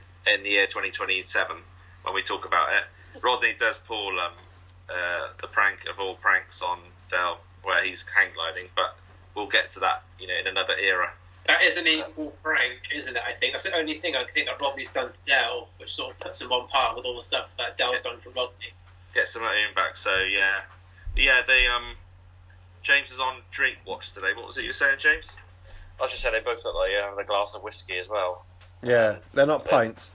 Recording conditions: video call